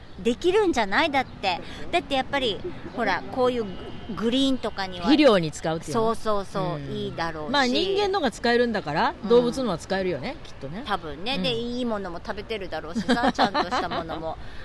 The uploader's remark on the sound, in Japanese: 初めての外収録、セントラルパークからお届けしています。緑に満ちてきたニューヨーカーの憩いの場セントラルパークはマンハッタンのど真ん中59streetから110streetまで、その面積は843エーカー 。